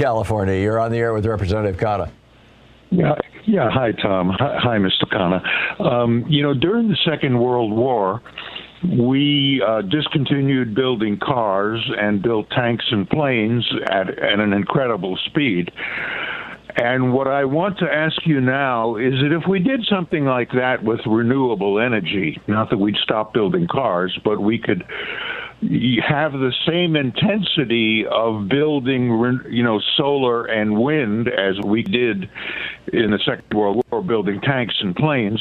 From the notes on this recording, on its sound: Progressive National Town Hall meeting. Listeners call.